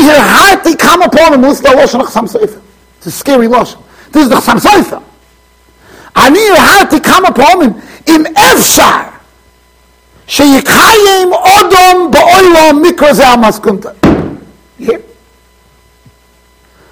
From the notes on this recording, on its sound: Shiur recorded in Yeshivas Ohr Reuven, Monsey NY.